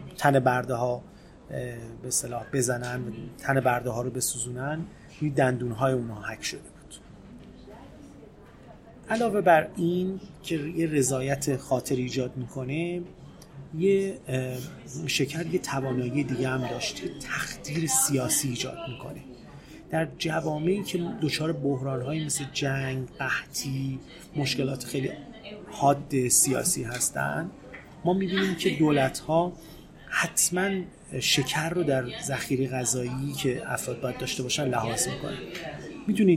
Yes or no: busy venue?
yes